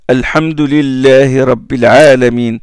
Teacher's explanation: la partie antérieure de la langue et son bout entrent en contact avec les alvéoles et la région prépalatale, ça donne le lam.